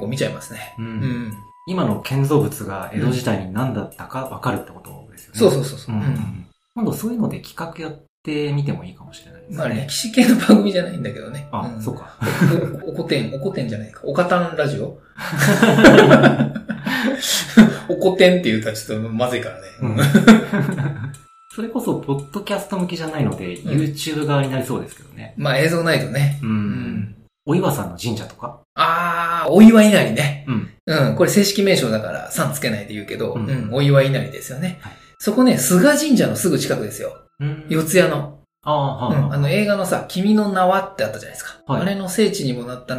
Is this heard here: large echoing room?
no